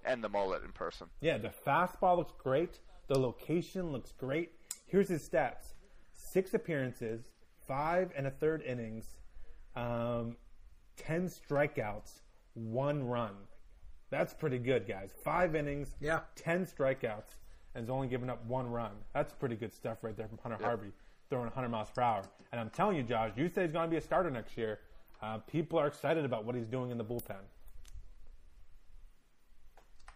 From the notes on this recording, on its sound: We apologize for the audio quality. For not taking all the podcast gear with him when he left his home.